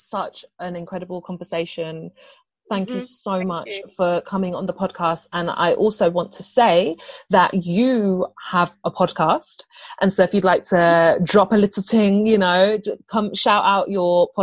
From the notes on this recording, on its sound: The interview was recorded via zoom, so please excuse any slight issues with the sound quality.